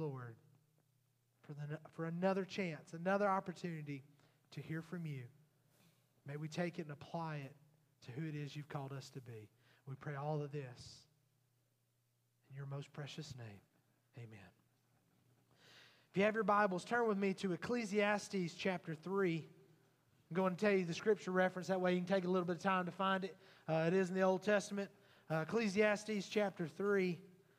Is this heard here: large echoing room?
yes